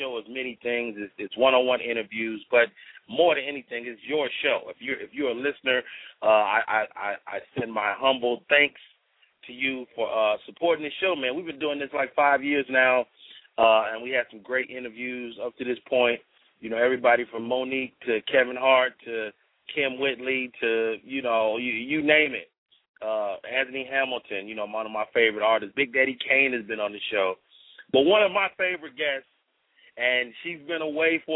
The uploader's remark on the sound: Opens up the lines to chat with his audience.